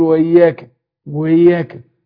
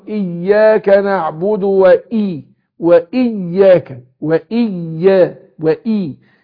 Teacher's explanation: حققت الهمزه ومكسوره وشددت الياء بدون مبالغه · Shown in: second take